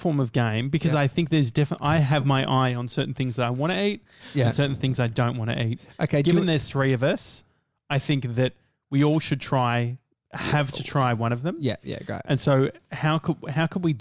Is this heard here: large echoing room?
no